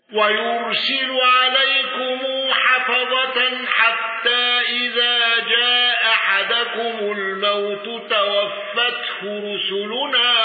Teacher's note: حمزة بالسكت على المد المنفصل والمد المتصل